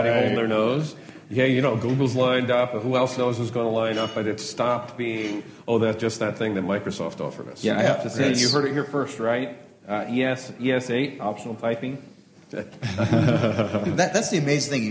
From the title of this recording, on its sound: LIVE! from ng-conf 2015